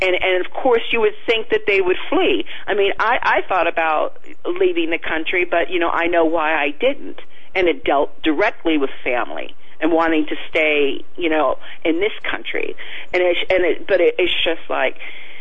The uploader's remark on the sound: Wednesday Call In on The Hagmann Report